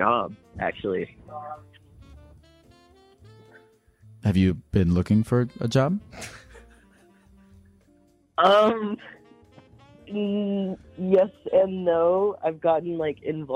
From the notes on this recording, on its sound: to talk to people on the phone